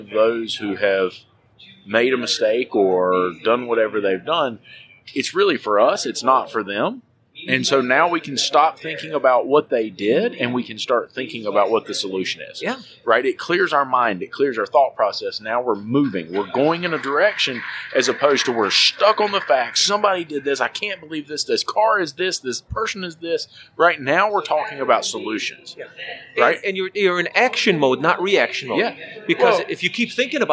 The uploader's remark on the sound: ASOG Podcast LIVE from AAPEX 2021